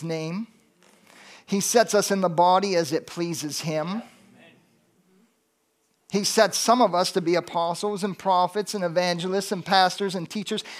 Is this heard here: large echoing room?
yes